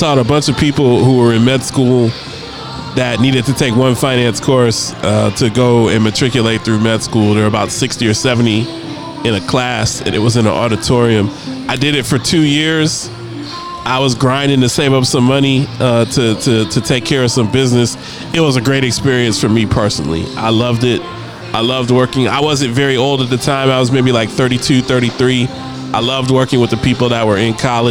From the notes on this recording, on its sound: Live from Dave & Buster's